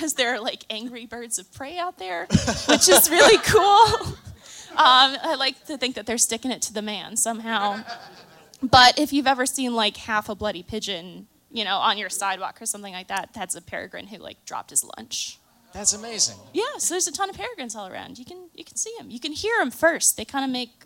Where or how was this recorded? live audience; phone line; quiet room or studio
live audience